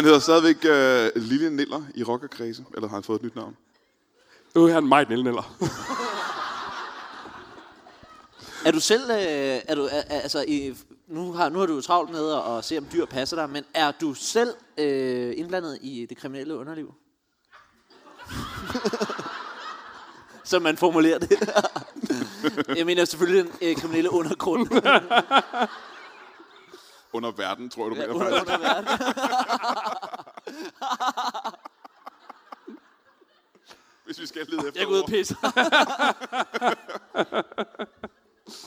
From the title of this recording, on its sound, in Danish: LIVE fra Portalen i Greve